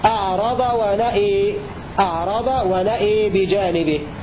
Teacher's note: أمال الهمزة والألف بعدها في الموضعين خلاد هكذا: أعرض ونأى، أعرض ونأى بجانبه في الموضعين، أمال الألف التي بعد الهمزة فقط خلاد في الموضعين.